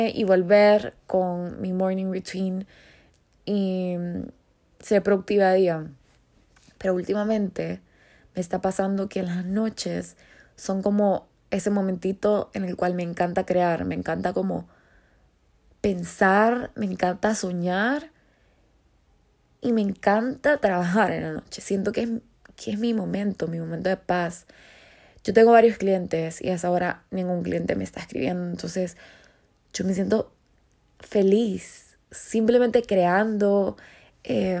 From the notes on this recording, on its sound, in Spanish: Nada de guión todo desde mi corazón y sueños grabado una noche random a las 12:21 AM from my iphone.